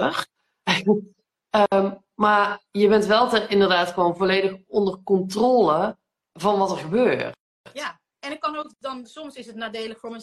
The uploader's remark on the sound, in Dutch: die gemaakt is van een live gesprek op Instagram